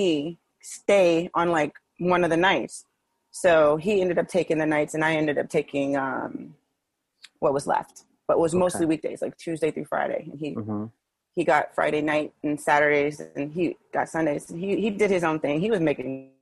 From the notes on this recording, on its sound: spoke with me over Zoom